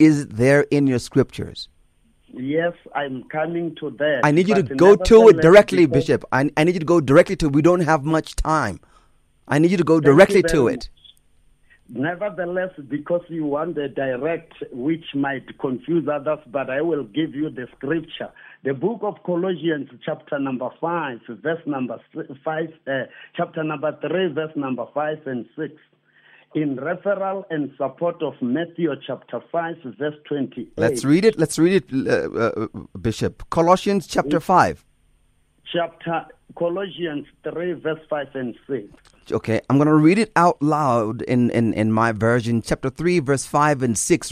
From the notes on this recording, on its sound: Guest on the phone